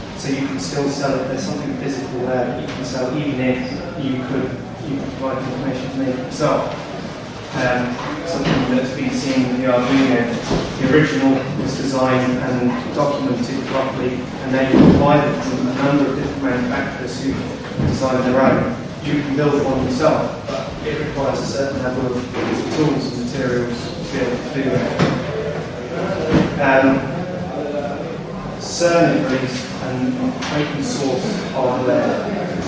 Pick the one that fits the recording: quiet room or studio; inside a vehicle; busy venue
busy venue